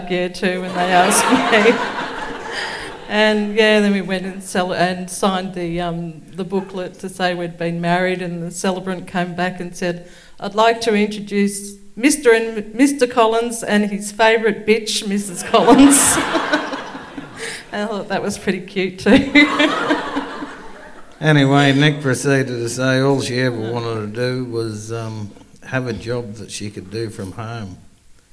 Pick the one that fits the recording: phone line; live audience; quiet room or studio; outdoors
live audience